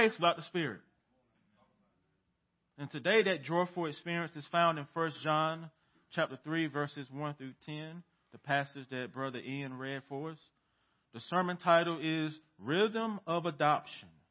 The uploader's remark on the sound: The Village Church - 2022/05/15 - Audio